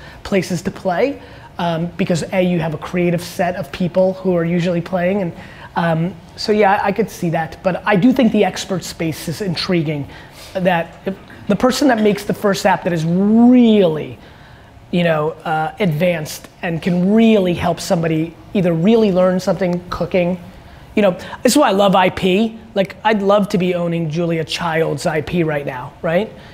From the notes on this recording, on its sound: A Keynote and Q&A. They keynote in Seattle exemplifies exactly why I'm so forward towards the world of audio and the direction that it's headed in. I loved answering questions for this Techstars group.